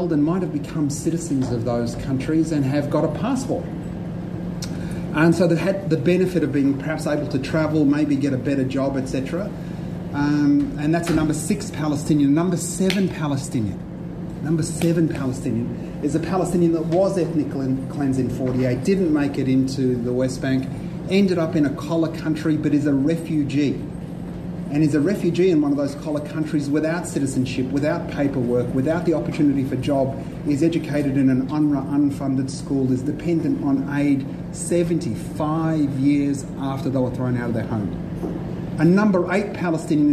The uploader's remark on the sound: delivered at a Melbourne University NTEU forum